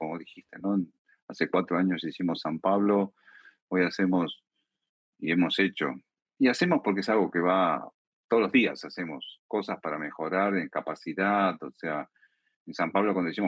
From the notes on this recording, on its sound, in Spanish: Realizamos un evento online en vivo para acercar esta novedad al mercado.